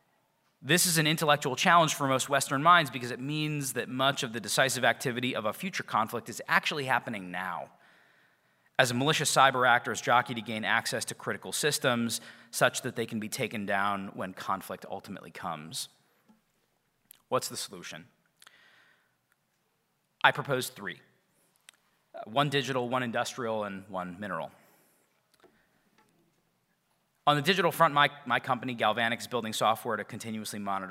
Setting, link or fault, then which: setting, live audience